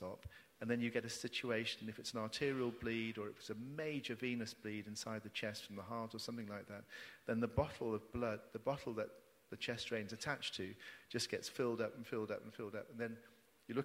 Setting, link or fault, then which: setting, live audience